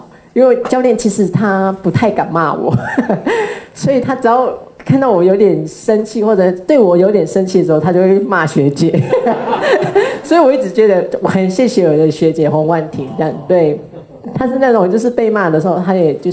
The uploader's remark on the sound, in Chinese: 本集節目取自天下文化舉辦的。台北新書分享簽書會現場錄音。